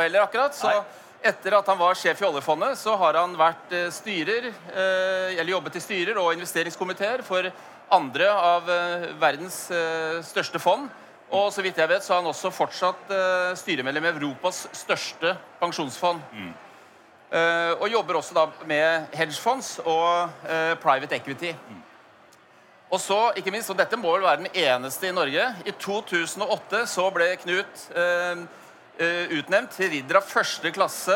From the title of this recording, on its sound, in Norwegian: LIVE på ONS 2022